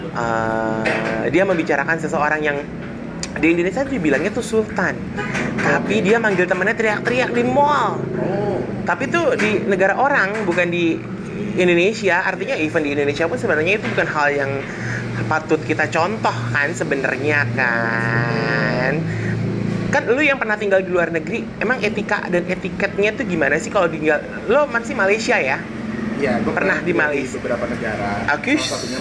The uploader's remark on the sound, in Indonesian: Ngobrol Tentang Etika dan Etiket dengan Backsound Jalanan.